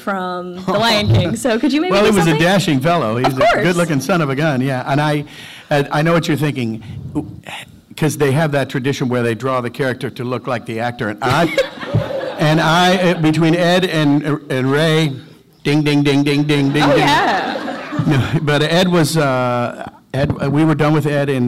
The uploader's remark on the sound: Panel From Pensacon 2016.